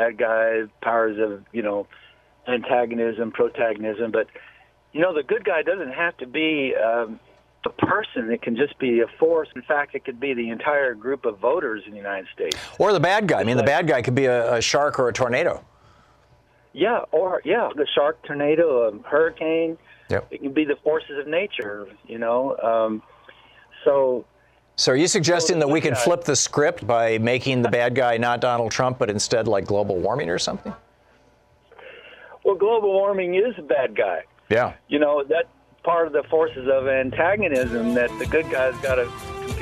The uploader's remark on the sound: Listeners call